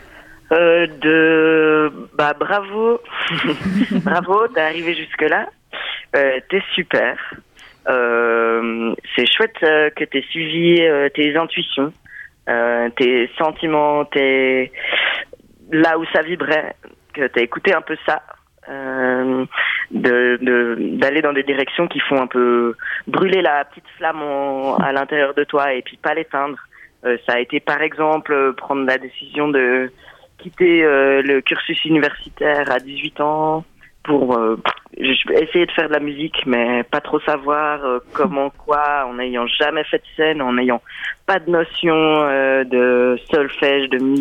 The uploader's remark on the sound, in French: Interview téléphonique